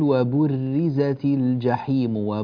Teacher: الراء هنا مرققة لأنها مكسورة